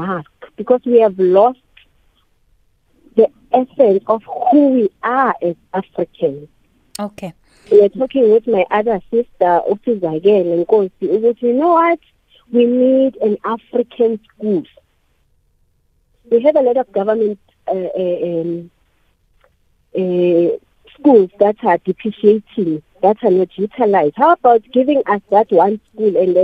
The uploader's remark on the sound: we are joined on the line